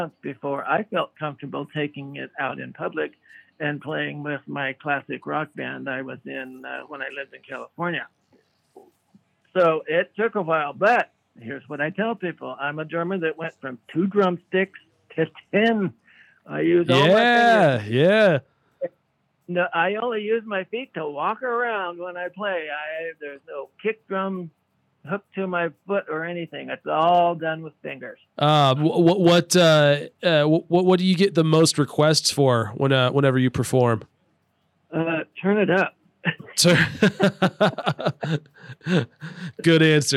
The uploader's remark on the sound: chatted with us on the phone